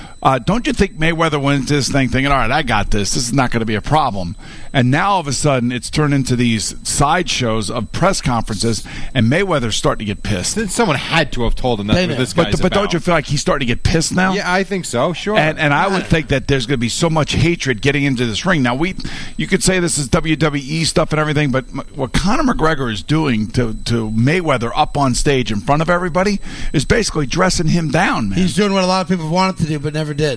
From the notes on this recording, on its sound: Live from the Mohegan Sun.